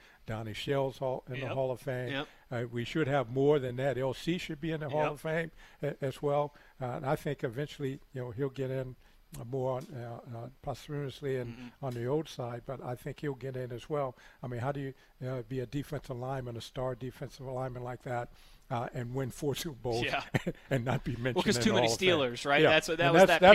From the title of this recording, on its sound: Live from Steelers Camp Day